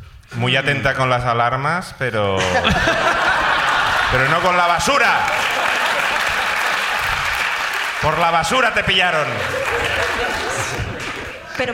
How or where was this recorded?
live audience